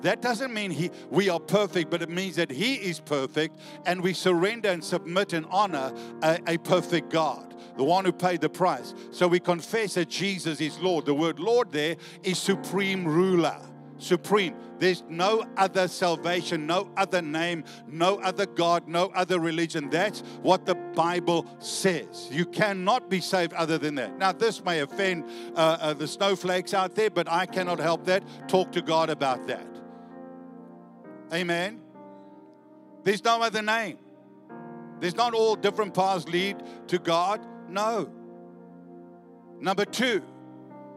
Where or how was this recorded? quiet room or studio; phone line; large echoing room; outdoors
large echoing room